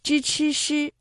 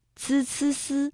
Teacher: 支支诗，这是翘舌音；滋滋丝，这是平舌音